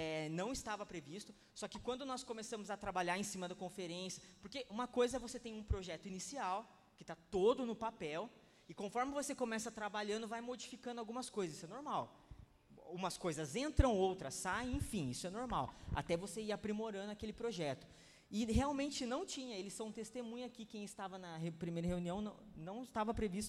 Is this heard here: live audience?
yes